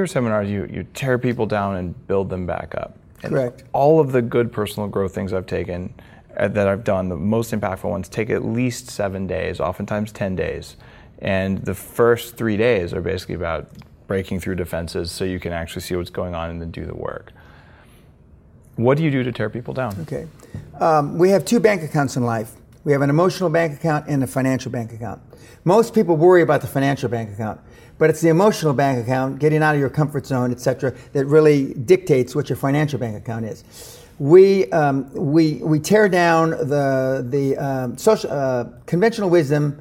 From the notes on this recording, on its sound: This is a special in-person interview shot live from the 2014 Bulletproof Conference!